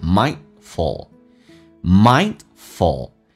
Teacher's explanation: 那么 D 跟 F 在一起的时候，那个 D 就可以不发音，不是 mindful,这样读起来有点多，叫 mind,气流阻塞一下 mindful.Mindful, F 加个 all 这个发音，中间没有 u 可以不发的，叫 f all fall, mindful.